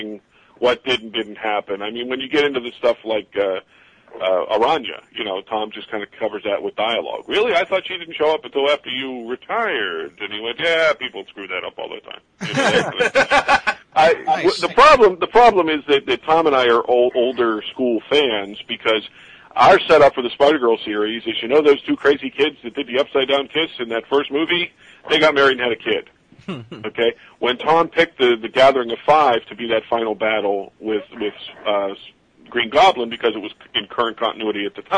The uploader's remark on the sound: With Live Callers. We take live callers from around the world.